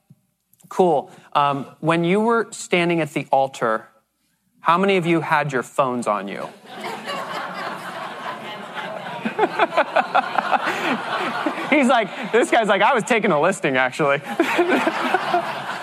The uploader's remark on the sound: This episode is the first half of a keynote we delivered on time blocking secrets.